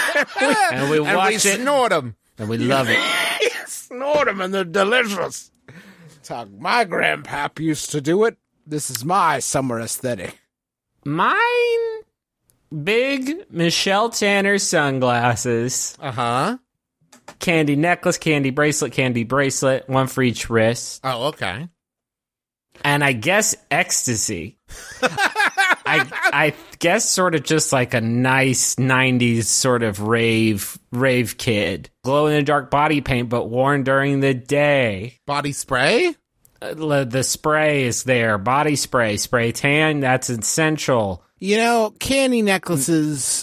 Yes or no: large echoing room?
no